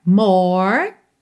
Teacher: Acaba o som no R enrolado, tá? Não tem E, não tem o som do E aí nessa palavra.